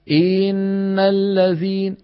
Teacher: أشبعنا الكسرة فتولد منها ياء أو شبه ياء · Term: التمطيط